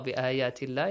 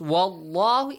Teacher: And the letter lam in the word Allah, بِآيَاتِ اللَّهِ، is pronounced basically a light lam. But the next one is Wallahu, it's a heavy lam